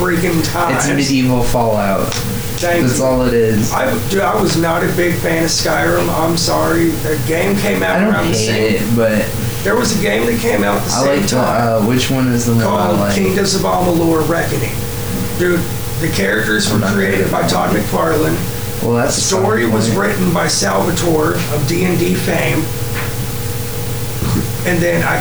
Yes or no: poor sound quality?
yes